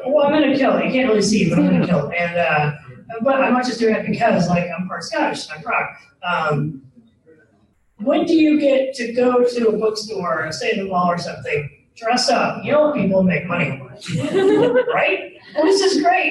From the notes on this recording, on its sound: Recorded Live at Gateway Con. This episode was recorded in front of a live audience.